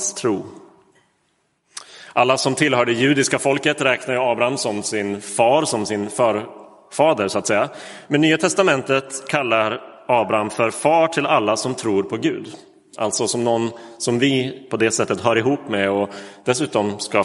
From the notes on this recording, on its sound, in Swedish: Inspelad i Roseniuskyrkan den 23 oktober 2022.